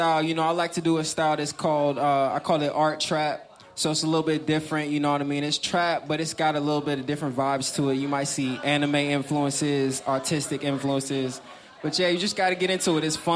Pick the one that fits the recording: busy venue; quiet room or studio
busy venue